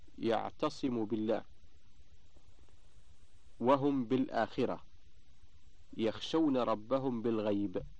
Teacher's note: جاز الإخفاء، ويسمى إخفاء شفويا ولا بد معه من الغنة